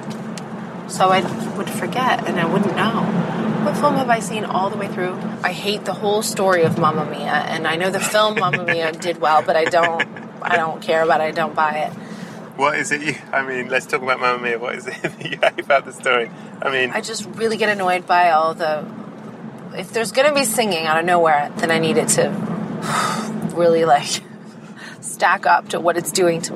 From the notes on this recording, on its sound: First thing’s first - mention must be made of the fact that this was recorded in a car. This is probably extremely apparent but just in case you’re curious as to why there’s a lot of very motor-sounding background noise, that’s what’s happening.